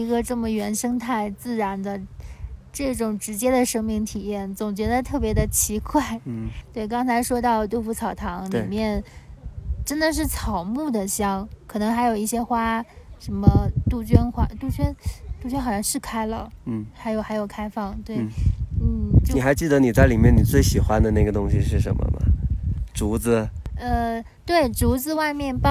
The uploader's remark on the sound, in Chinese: 这是我们在海拔4513米的波瓦山录制的一期节目。我们把前段时间在 稻城 休假时录的聊天内容分享出来。你会在节目中听到不时刮过的高原的风、路人的声音、野兔与山猪突然间的脑回路切换。